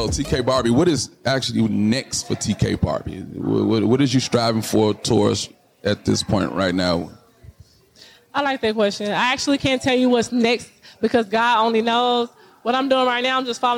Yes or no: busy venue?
yes